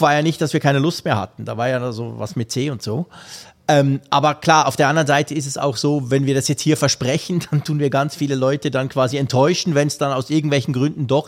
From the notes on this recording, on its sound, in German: Live aufgenommen auf dem Apfelfunk Event in Wolfsburg. Umfrage vor Ort. Fragen aus dem Publikum.